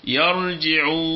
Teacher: أولا أمد الشفتين إلى الأمام أكثر، فلا أقول يرجعوا هكذا، لا، يرجعوا مع فجوة مستديرة في وسط الشفتين مع مد الشفتين للأمام أكثر، فهنا نخلص الخيشوم بحيث يعني ما يكونش عليه ضغط كثيرا، فتخرج الواو، واو مدية فقط خالصة من الغنة. نقول تاني يرجعوا هكذا، هي بعيدة بعيدة عن الخيشوم خلاص، يرجعوا ملهاش.